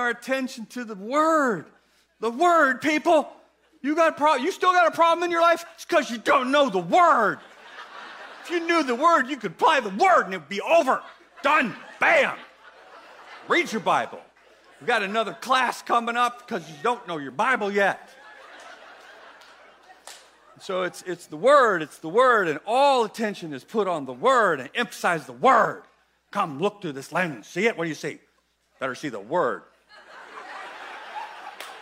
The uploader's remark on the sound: Echo Church Melbourne